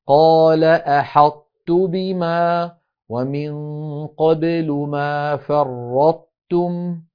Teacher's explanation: فيأتي بطاء ساكنة غير مقلقلة ثم من غير صوت يباعد لسانه حتى يصير على هيئة التاء ثم يجافيه · Term: الإدغام الناقص